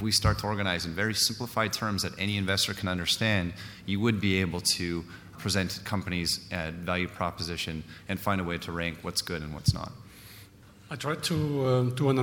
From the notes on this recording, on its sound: Recorded live at the Canadian Mining Symposium at Canada House in London, U.K., in April.